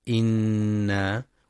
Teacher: ينتبه القارئ لغنة النون المشددة في إنا